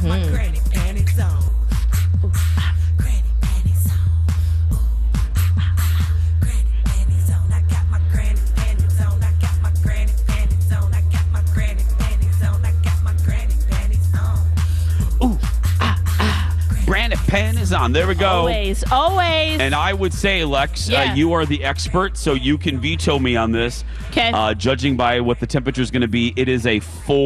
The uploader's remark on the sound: Broadcasting live from the AC Hotel in downtown Minneapolis for the Super Bowl.